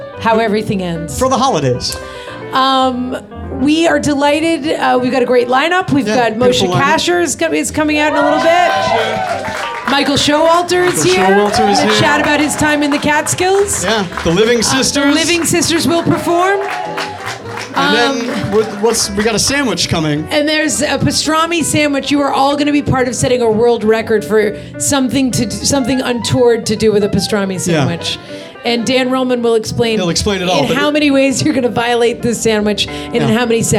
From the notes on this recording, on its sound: Our first ever live Kibitz event, was held at the “World Famous” Kibitz Room at Canter’s Deli in Los Angeles on the second night of Hanukkah.